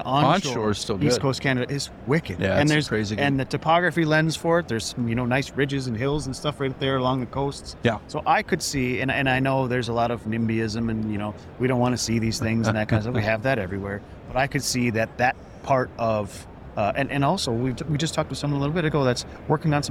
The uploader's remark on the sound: Live From CanREA – Renewables Go Big In Canada At ETC23! We had a couple of conversations on the floor with a number of companies.